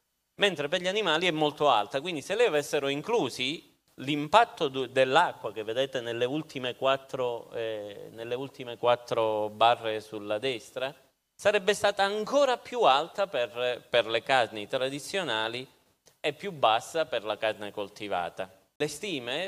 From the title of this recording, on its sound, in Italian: Episodio LIVE Eco&Brain, Milano 2023